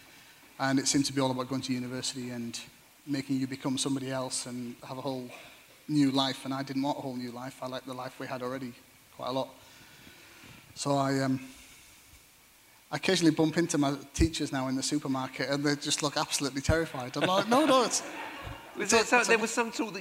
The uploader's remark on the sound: Live at The Tabernacle.